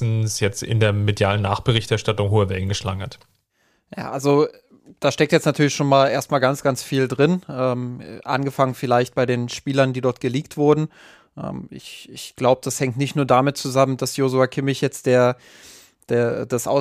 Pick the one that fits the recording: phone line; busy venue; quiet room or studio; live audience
quiet room or studio